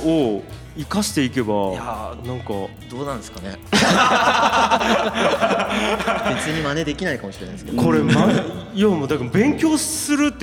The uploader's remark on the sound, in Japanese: 今回はコテンラジオ初！の公開収録よりお送り致します！